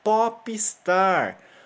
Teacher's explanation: Então a gente usa o O aberto, popstar.